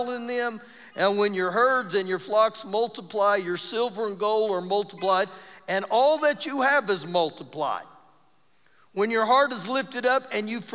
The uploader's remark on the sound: Recorded live during our Wednesday night service